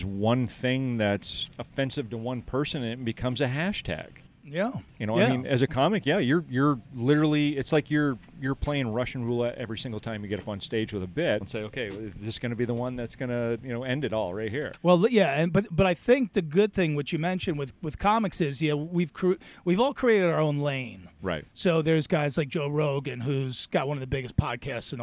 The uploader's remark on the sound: At The Looney Bin in Bradley, IL. This interview was recorded backstage at the Offical Dirtbag Venue Launch party.